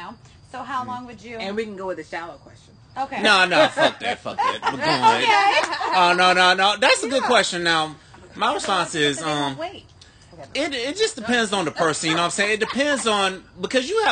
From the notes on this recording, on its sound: We are live on location and having a round table discussion while sipping on wine and vodka.